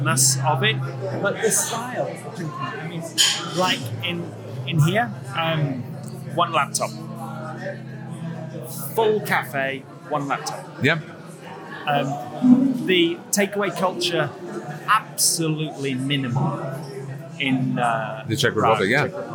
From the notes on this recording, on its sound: We sat for about 40 minutes in Kafe Pragovka during the Czech Barista Championships , and despite the noise in the coffee shop and at the event. We sat for about 40 minutes in Kafe Pragovka during the Czech Barista Championships , and despite the noise in the coffee shop and at the event.